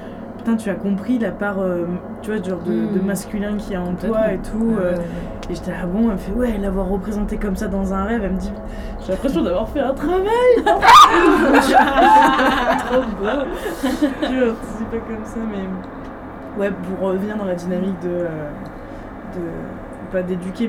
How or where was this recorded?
busy venue